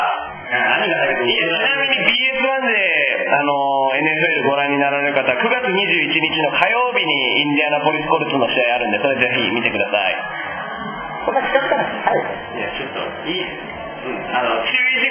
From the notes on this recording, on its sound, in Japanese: 今回は学校のトイレでの出張版Rookieです。今回は、なんと学校での収録です！！ICレコーダーを購入した。収録場所などの関係もありノイズが入ってますが、大目に見てやってください。